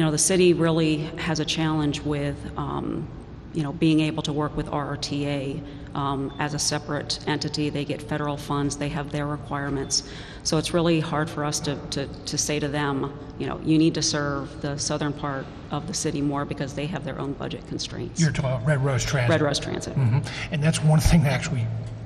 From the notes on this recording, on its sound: Road Trip at Lancaster Amtrak station. It's called Smart Talk Road Trip - a live on location broadcast of the program.